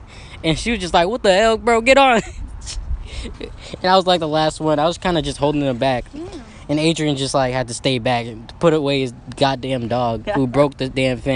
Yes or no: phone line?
no